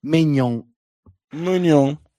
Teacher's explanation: Con la N che ti rimane, l'ultima N ti rimane qua nel naso.